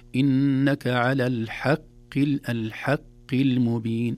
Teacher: الحاء مرققة والقاف في أدنى درجات التفخيم